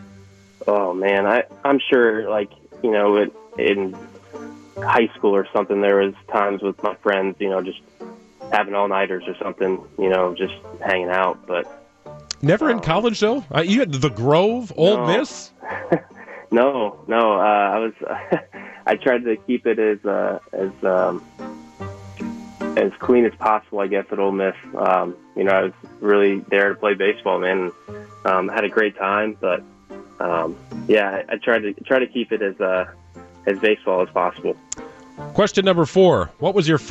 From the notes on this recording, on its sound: hopped on the phone to talk